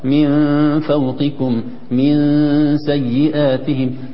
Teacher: تظل النون على رقتها لأن الحرف الذي جاء بعدها حرف رقيق